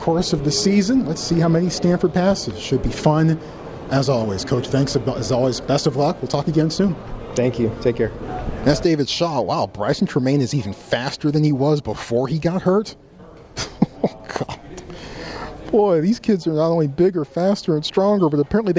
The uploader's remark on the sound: Media Day Live From LA. Live from 2022 Pac-12 Football Media Day.